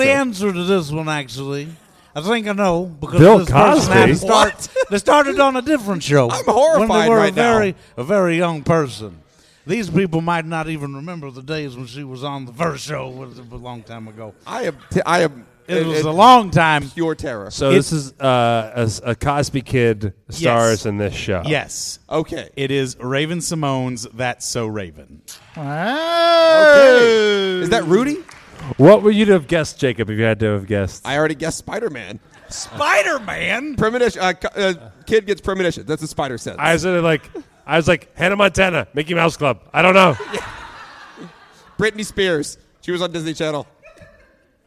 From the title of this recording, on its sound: Live from Northwestern State Univeristy.